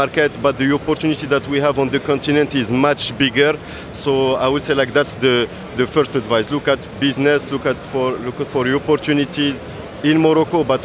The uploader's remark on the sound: Live conversations from the GITEX AFRICA Morocco tech startup showcase. This month's special #APSVibecheck Podcast episode features live conversations from the GITEX AFRICA Morocco tech startup showcase.